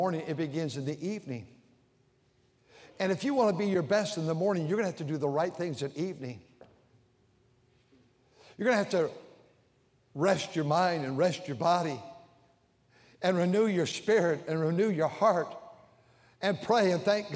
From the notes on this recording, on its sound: during the Sunday Evening service on April 9, 2023, at North Valley Baptist Church in Santa Clara, California